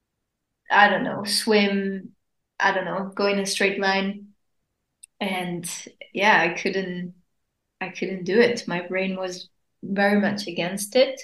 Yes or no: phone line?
no